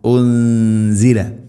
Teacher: നൂനിനെ അവ്യക്തമാക്കി മണിക്കണം. ഇഖ്ഫാ ബിഗുന്ന